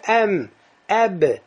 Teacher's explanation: Губы смыкаются плотно, задевают друг друга. А при произношении вау не задевают.